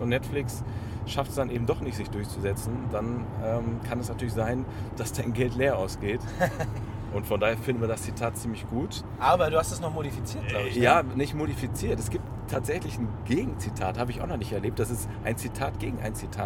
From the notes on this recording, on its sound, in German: Auf dem Weg zum Fondskongress haben wir eine Folge für euch im Auto aufgenommen. Die ungewohnte Tonqualität bitte wir zu verzeihen.